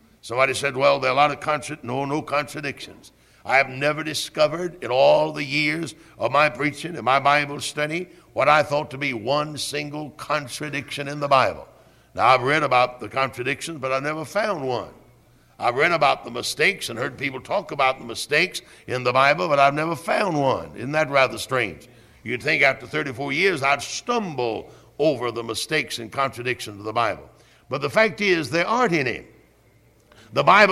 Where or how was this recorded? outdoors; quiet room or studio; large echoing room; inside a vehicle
large echoing room